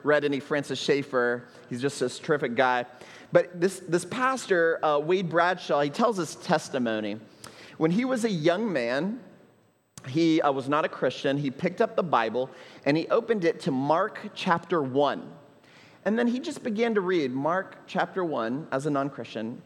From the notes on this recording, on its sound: at Trinity Church, Puerto Rico